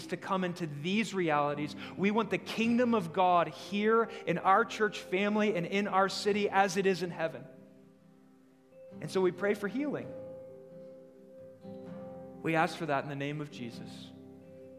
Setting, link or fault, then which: setting, live audience